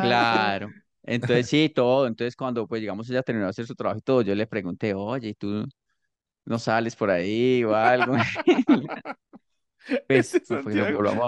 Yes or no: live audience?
no